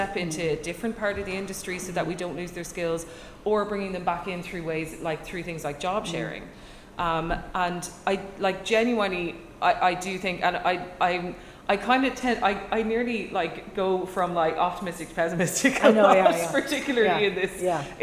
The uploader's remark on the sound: WFT Ireland and the Writers Guild of Ireland (WGI) returned to the Galway Film Fleadh last July for this in-person panel discussion.